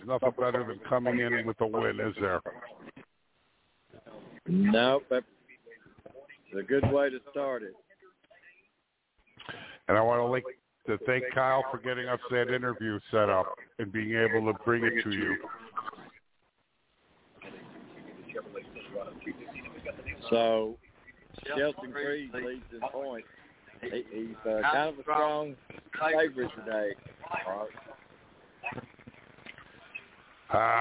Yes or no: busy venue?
yes